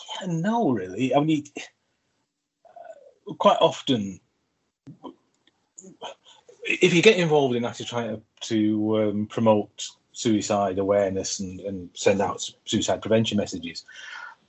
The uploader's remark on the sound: via Zoom